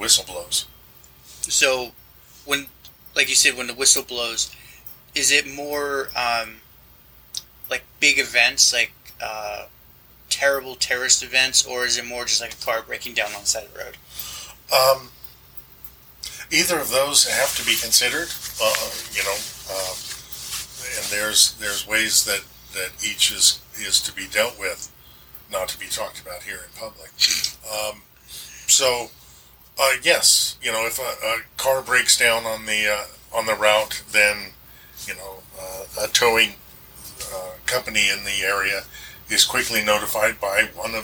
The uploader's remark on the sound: My microphone died right before the interview, so it sounds like we were farther away than we actually are.